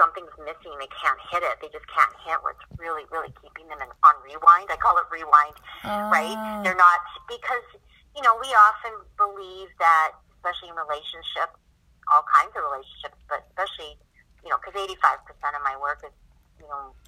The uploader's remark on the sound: Our conversation was recorded over phone, so thank you for being patient with the audio quality.